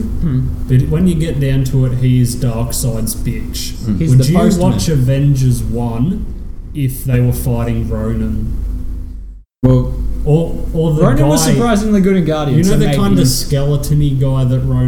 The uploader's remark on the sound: As we sit around a table. In this weeks podcast we headed back down to our local comic shop Mac's comics and collectables and had a chat.